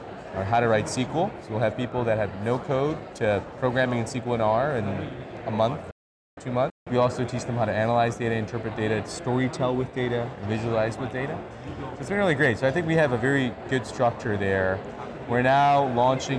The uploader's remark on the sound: Interview in Action live from CHIME’s Fall Forum.